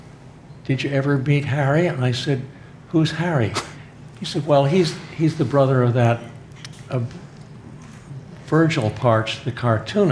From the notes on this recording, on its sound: Was given on October 02, 02018 as part of The Long Now Foundation's “Conversations at The Interval” Salon Talks. These hour long talks are recorded live at The Interval, our bar, cafe, & museum in San Francisco.